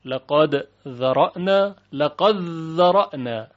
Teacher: ادغام دال در ذال